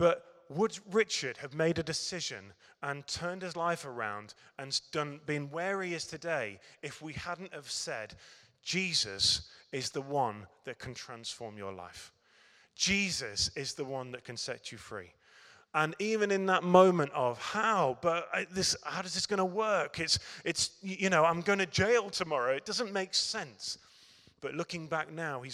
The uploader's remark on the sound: Recorded at Middlesbrough Community Church.